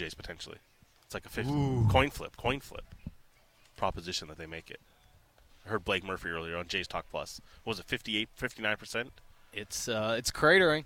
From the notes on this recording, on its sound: on location at Nat Bailey Stadium